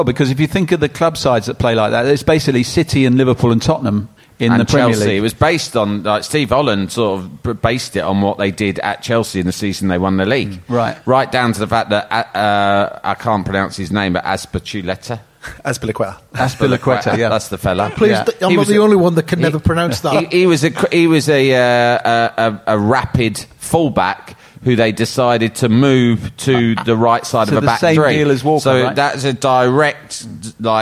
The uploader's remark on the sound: we bring this special episode LIVE from the Albany on London's Great Portland Street